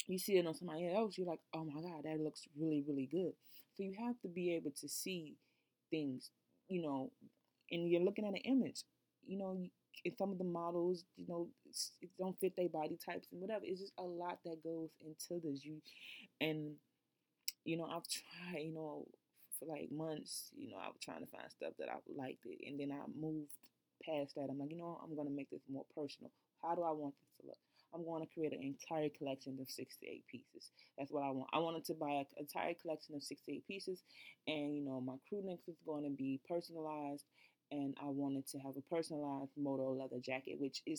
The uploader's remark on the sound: Sorry, the audio is pretty low!